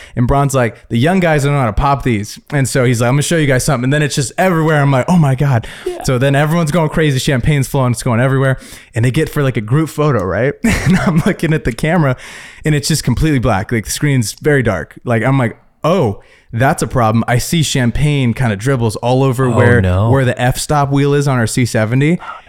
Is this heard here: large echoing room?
no